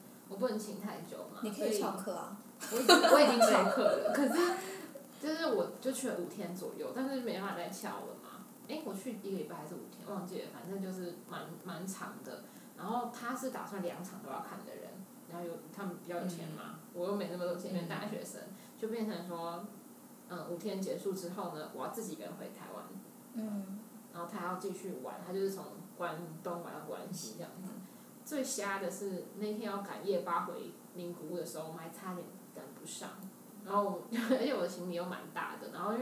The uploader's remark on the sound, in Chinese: 雖然是在獨立的室內空間錄音，但是還是收到很多環境音，還請大家見諒